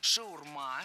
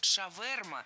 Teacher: Шаурма с ударением на окончании и шаверма с ударением на втором слоге.